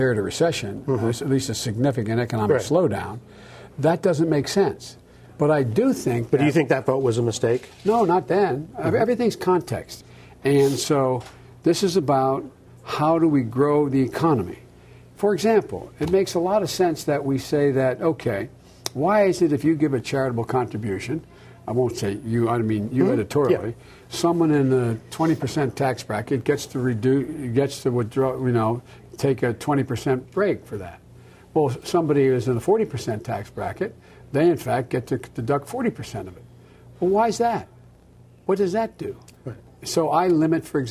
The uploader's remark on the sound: What follows is a lightly edited interview from a pub in rural New Hampton, Iowa.